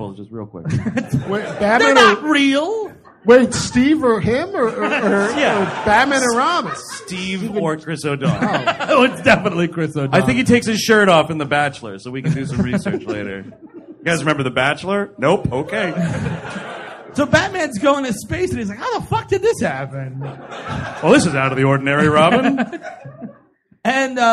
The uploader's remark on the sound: Live! at the Hollywood Improv. Recorded live in front of a sold out room.